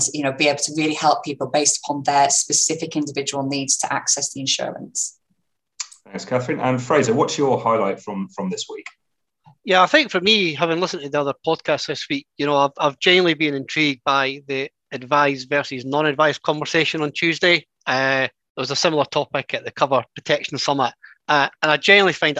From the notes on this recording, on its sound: a recording of the webinar held by the Institute and Faculty of Actuaries